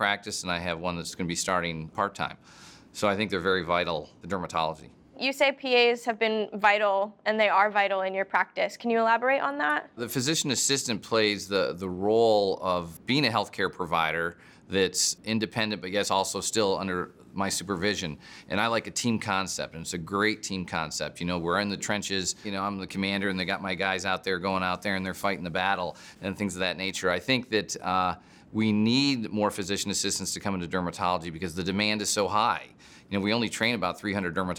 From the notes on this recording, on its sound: At the 2014 Fall Conference in San Diego.